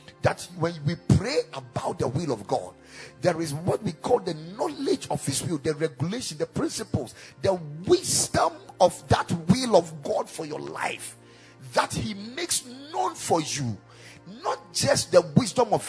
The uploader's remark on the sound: Preached at the Kingdom Sight Service.